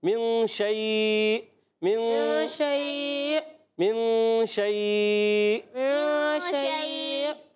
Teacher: گے، اخفا میں غنہ ہوتا ہے، اخفا کی معنی ہے چھپانا، نون کو چھپا کر ادا کرتے ہیں، مگر ایک الف کا غنہ بھی کرنا ہوتا ہے